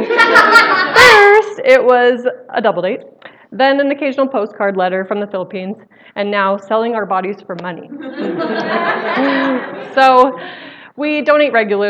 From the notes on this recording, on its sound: Live Storytelling Show. The recording quality is not super great, but at least it's a taste of being at the live show.